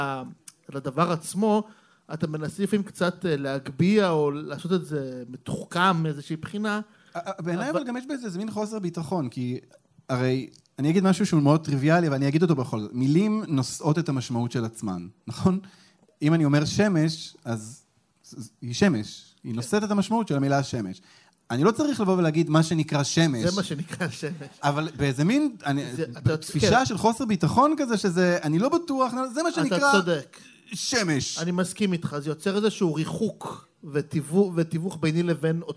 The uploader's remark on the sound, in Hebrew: לראשונה על במה ומול קהל חי, "פופ אפ" במהדורת לייב במסגרת פסטיבל "מילה" בבית רומנו בתל אביב.